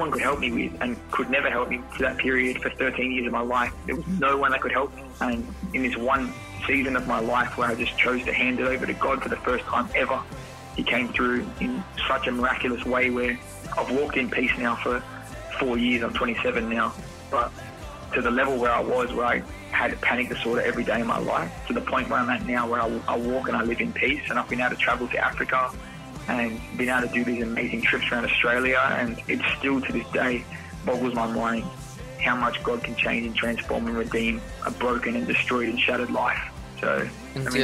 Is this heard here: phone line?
yes